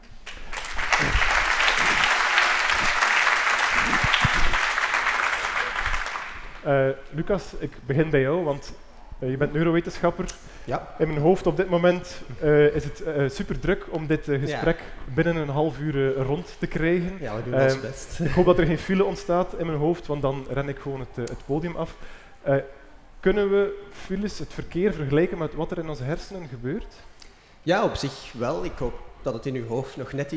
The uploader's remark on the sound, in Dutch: Dat was de vraag tijdens een panelgesprek van Eos Wetenschap op het Nerdland Festival.